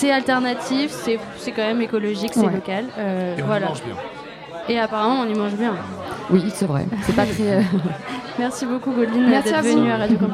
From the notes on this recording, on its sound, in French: en direct depuis le Barbier de Bastille